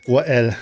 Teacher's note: It's like two syllables with a glottal stop in the middle.